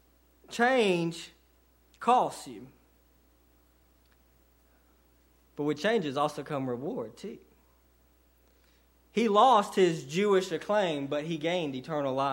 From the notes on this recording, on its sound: sermon delivered to Cottondale Baptist Church on 2/4/18 during the 11:00am service